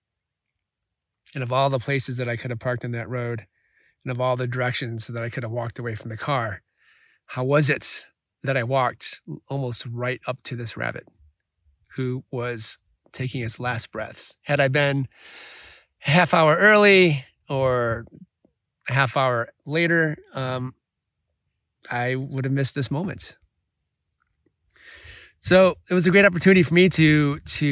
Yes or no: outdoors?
yes